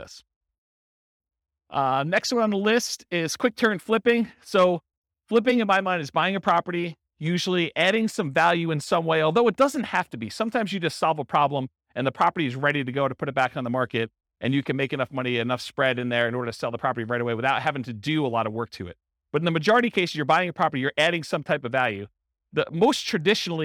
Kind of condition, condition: setting, live audience